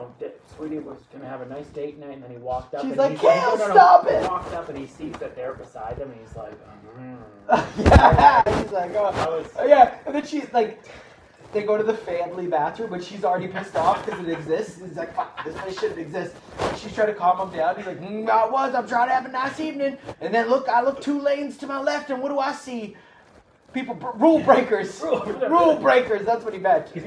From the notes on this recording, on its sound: The brothers are joined by an old friend, but quickly fall victim to a cyber attack, damaging the audio for this episode.